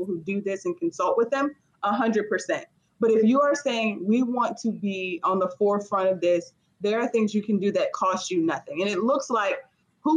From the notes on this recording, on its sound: Recorded on Squadcast